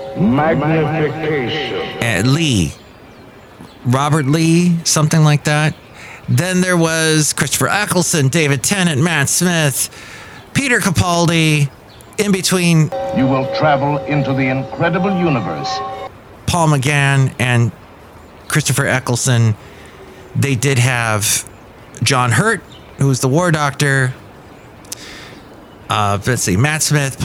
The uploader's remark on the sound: podcasts live from Café Anyway